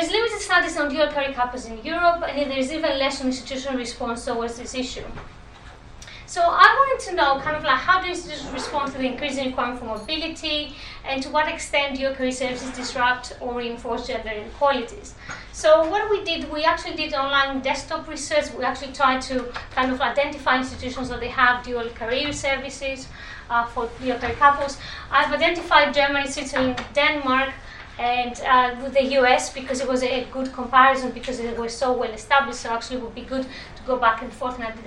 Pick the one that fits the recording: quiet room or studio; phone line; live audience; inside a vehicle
live audience